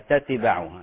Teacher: فالأصل نقول همس تتبع خفيف ولا نقلقلها